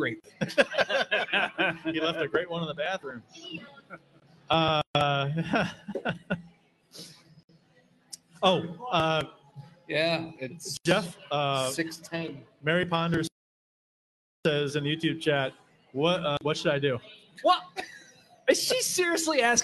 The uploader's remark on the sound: LIVE From Cardinals Nation in Downtown St. Louis!